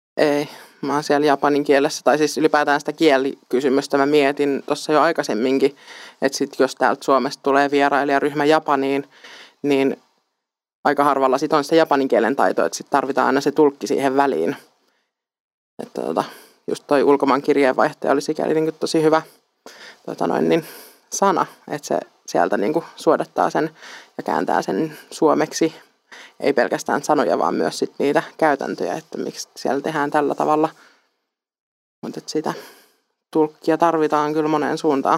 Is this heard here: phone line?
no